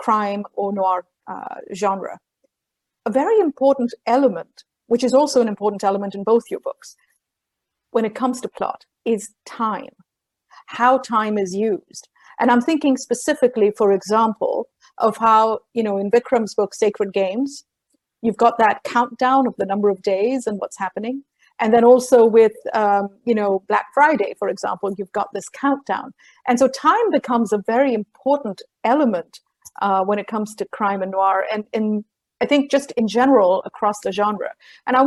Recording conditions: video call